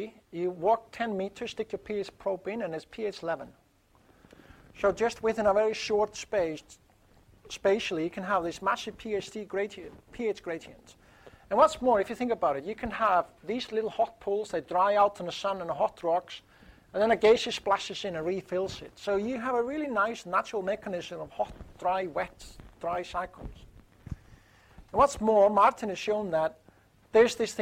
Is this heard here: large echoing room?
yes